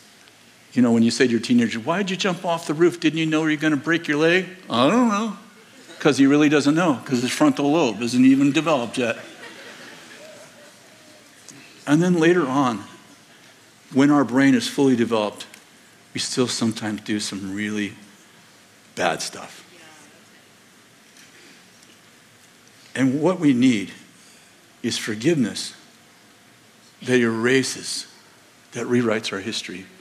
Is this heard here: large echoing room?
yes